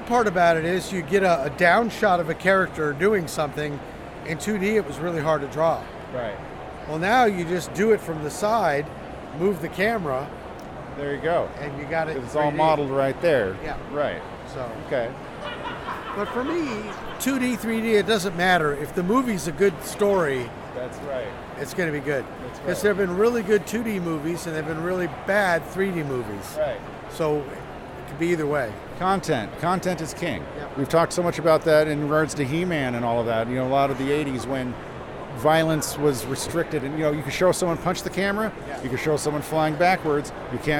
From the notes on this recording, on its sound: South Carolina's premier comic convention. Had an opportunity to speak with these gentleman from the convention floor.